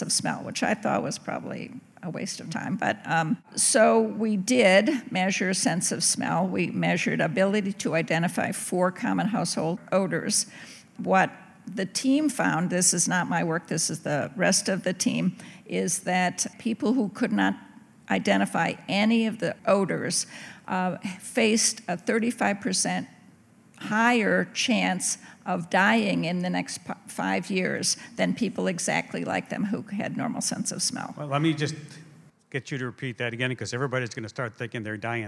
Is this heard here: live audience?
yes